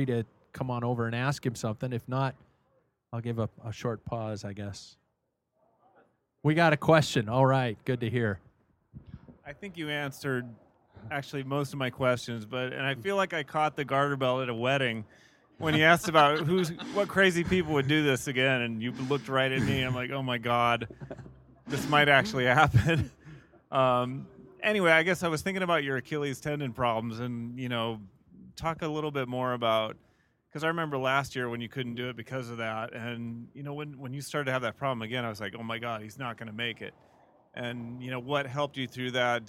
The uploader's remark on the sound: Live at Bennidito's Pizza in Spokane, WA